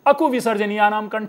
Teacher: ध्यान से आप सुने कि कू के बाद स्पेशली मैं ह के उच्चारण के लिए कितना प्रयत्नशील हूं, अकुह विसर्जनीयानाम कंठ है। लेकिन सामान्य लोग इसे अकु विसर्जनीयानाम कंठ बोल देते हैं, ह गायब हो गया